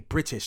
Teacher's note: I don't do the glottal stop.